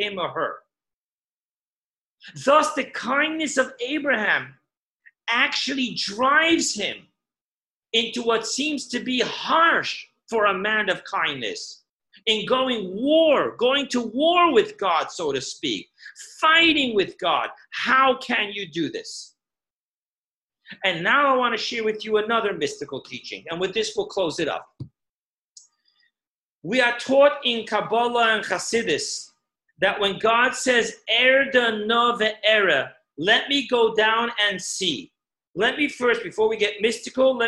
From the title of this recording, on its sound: Zoom Class 5781